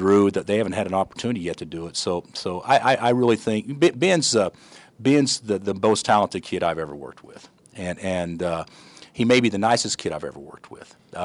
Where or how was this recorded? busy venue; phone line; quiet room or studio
busy venue